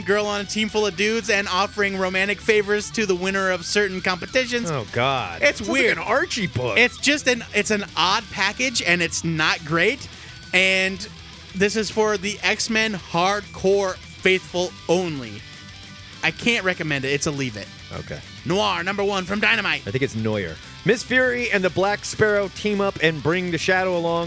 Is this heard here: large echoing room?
no